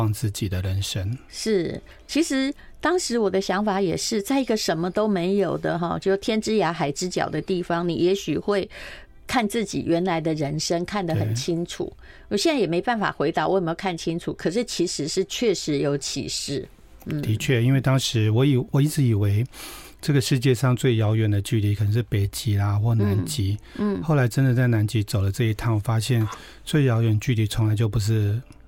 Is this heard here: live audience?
no